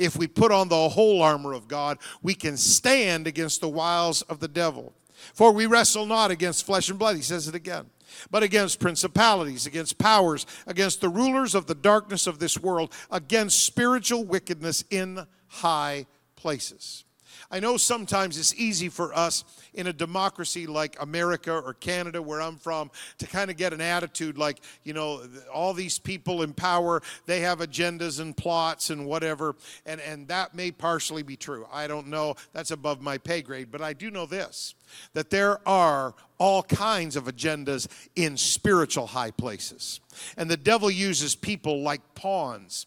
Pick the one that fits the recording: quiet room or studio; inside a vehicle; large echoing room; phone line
large echoing room